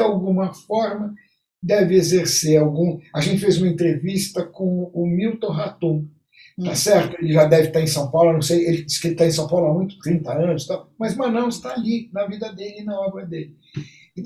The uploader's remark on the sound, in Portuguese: nós realizamos um encontro on-line